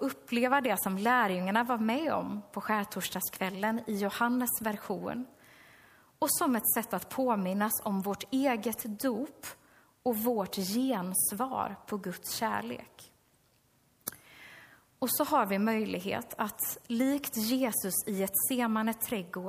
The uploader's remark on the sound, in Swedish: Inspelad under gudstjänst i Löfstadkyrkan i Tranås 2023-04-06. Vi beklagar att hela inspelningen inte kom med.